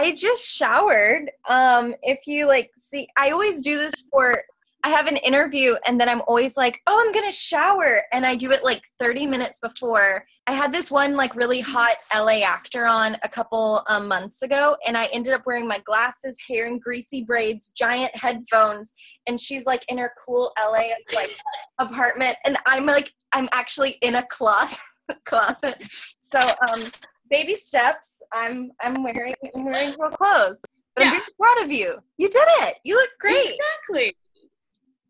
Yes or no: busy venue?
no